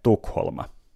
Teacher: Kummassakaan versiossa ei joudu aloittamaan sanaa ST-yhdistelmällä, eikä myöskään lopettamaan LM-yhdistelmään. Suomessa Stockholmista on poistettu alku S ja lisätty loppuun A, siksi sanomme Tukholma.